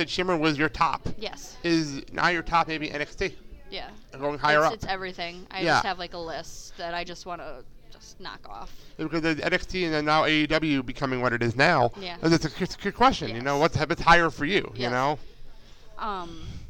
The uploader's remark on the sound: Did a show live in the bar area of the Elks Lodge 400 before Brew City Wrestling Rise to Honor XV.